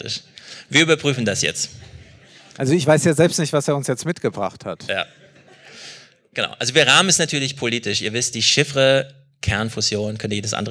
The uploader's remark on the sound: Live in Frankfurt. Wir treffen euch in Frankfurt, beim ersten Salon vor Or, zur ersten Bilanz des Jahrzehnts.